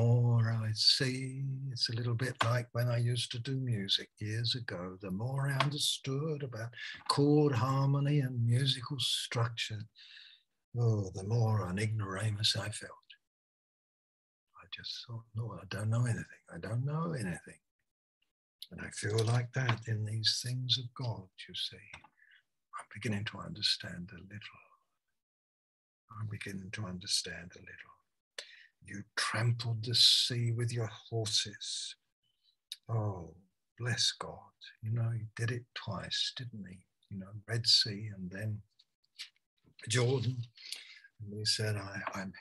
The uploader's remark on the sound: Malaysia Meets (Zoom)